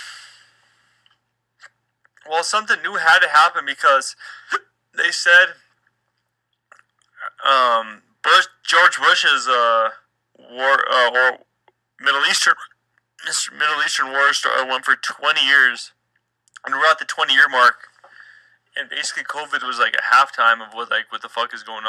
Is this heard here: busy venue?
no